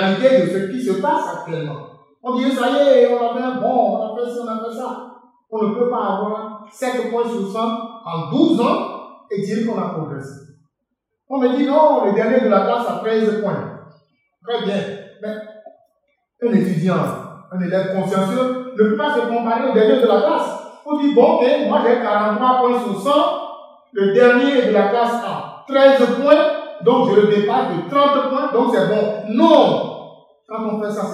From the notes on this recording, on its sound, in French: Oxo Fest 2023 - Enregistrement Public BIP Radio. Revivez l'enregistrement en direct de l'émission radio Le Débat de BIP Radio.